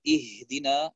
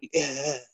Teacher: يبالغ أحيانا في نطق الهاء بالضغط عليها · Shown in: second take · فهي حرف ضعيف يضغط عليه زيادة فيحاول أن يخرجه من غير مخرجه، يعني بدل أن يقول إهدنا يقول إه، يعني يضغط عليها بشكل إضافي زائد، وهذا لا يصلح.